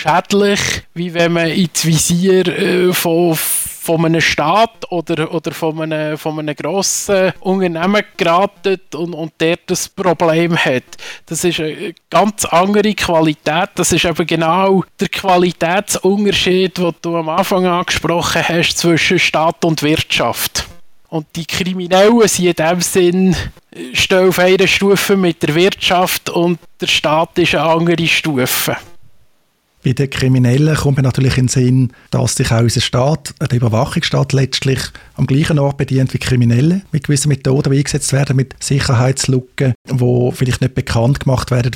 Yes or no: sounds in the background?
no